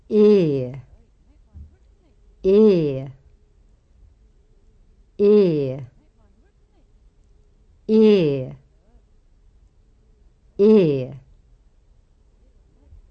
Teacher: Long E is a pure vowel. It's not the same as the vowel sound in say, day, gray, etc.